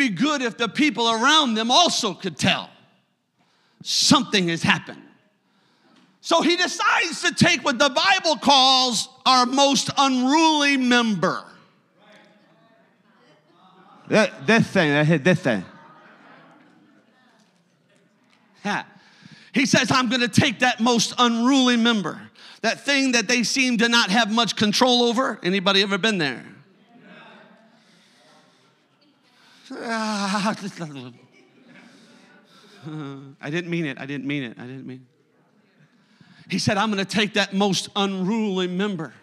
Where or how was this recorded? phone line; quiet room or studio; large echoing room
large echoing room